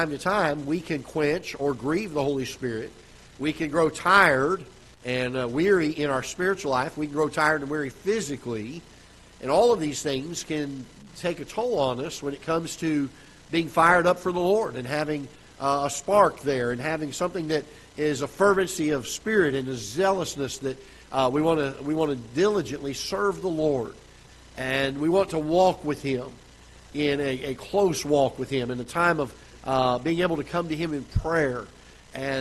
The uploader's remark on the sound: Ketha Heights Baptist Church ~ Live Broadcast